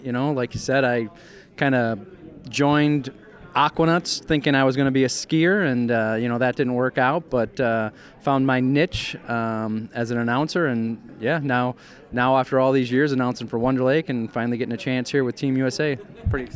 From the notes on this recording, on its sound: Stops by the 2020 Wisconsin Think Tank Water Ski Convention & Expo.